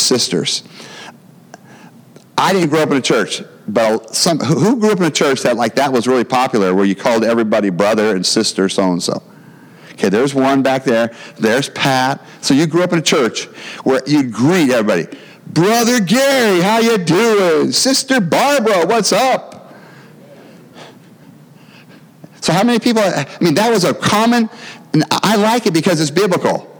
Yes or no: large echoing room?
yes